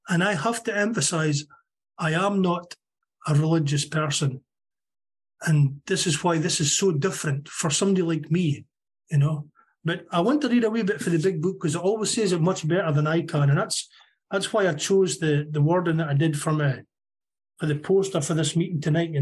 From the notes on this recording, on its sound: Meeting held on zoom. From Aberdeen Scotland.